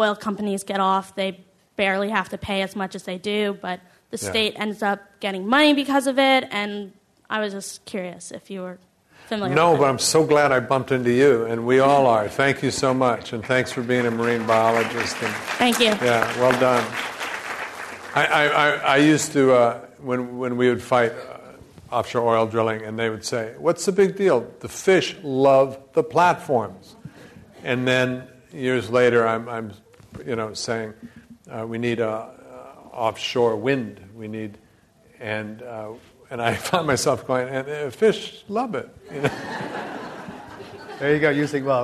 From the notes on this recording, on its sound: This program was recorded in front of a live audience at the Commonwealth Club of California, San Francisco on March 22nd, 2011